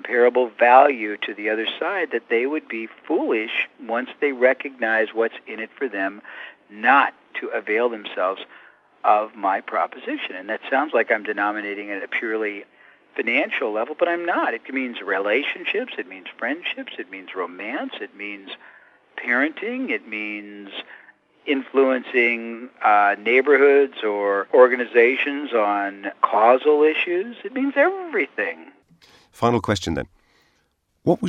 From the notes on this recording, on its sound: I managed to get a few minutes with him by phone